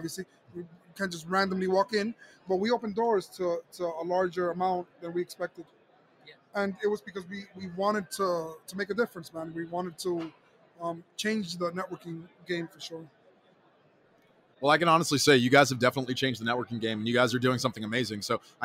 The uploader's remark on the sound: Live from Prosper in Vegas